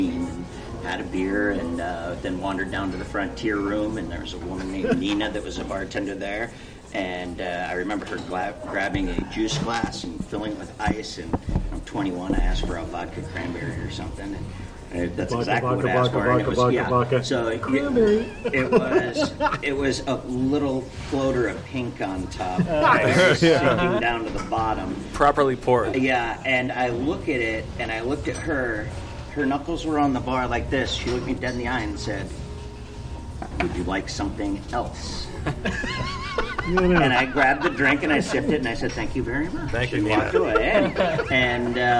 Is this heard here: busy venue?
yes